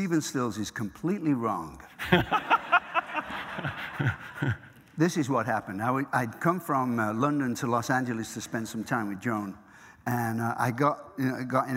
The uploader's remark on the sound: The conversation was recorded on Feb 25, 2016 in front of a live audience at New York's 92nd Street Y.